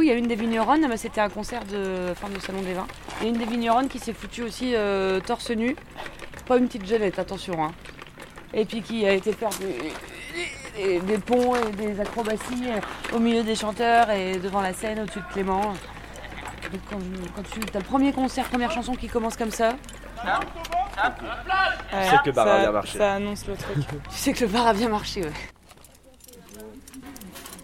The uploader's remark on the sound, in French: Le Cheptel en fête. Toutes les sons et musiques proviennent des spectacles, et moments enregistrés cette semaine d'Aout 2019.